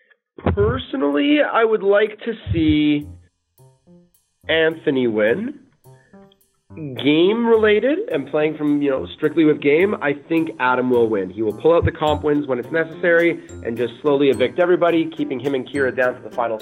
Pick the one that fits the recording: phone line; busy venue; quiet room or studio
phone line